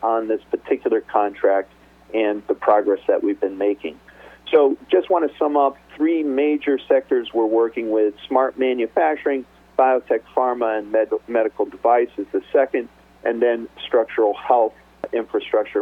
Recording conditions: phone line